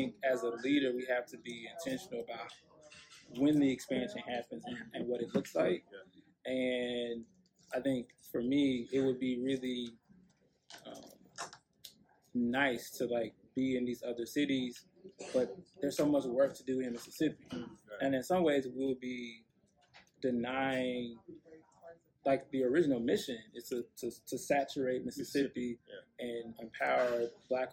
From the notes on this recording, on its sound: in Greenville Mississippi at his mens entrepreneurship conference on April 15, 2023.